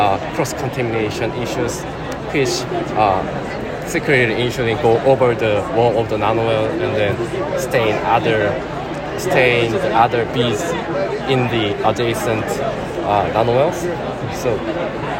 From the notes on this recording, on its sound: recorded during the poster session at the Islet Study Group 2023